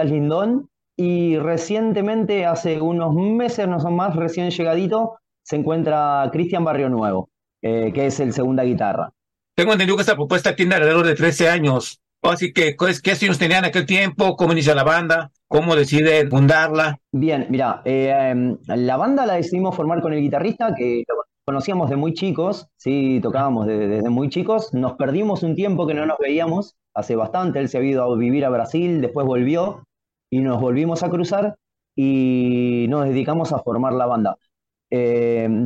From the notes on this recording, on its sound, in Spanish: Charlamos via zoom